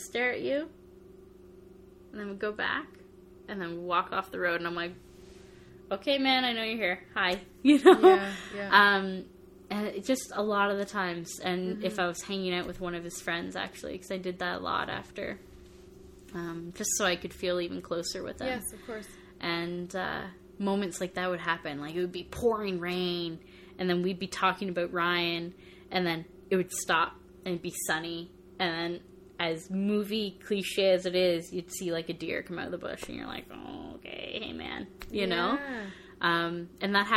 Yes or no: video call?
no